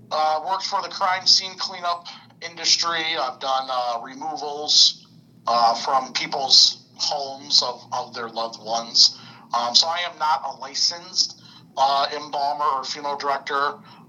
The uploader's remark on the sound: Recorded at via phone in Grand Rapids, Michigan, and Mt. Clemens, Michigan.